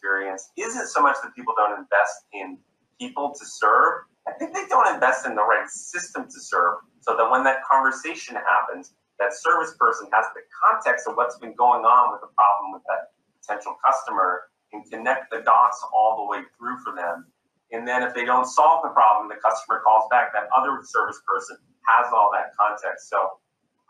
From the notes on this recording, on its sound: a virtual fireside chat